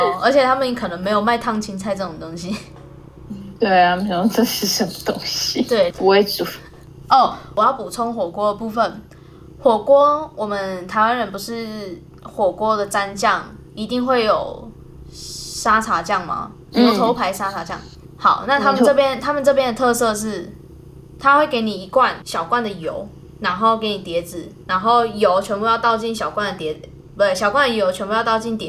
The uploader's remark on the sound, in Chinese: 本集節目錄製時不時會出現不知道哪裡發出來的低頻聲但怎麼都弄不掉，還請各位見諒。